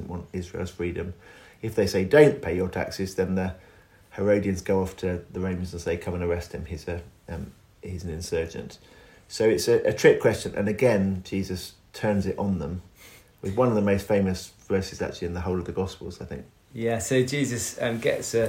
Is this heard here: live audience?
no